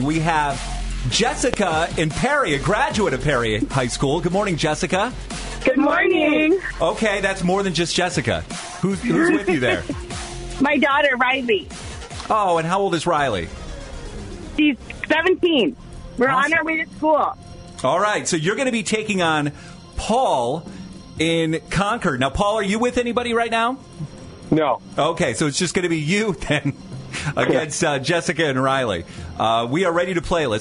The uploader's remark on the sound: called in during Group Therapy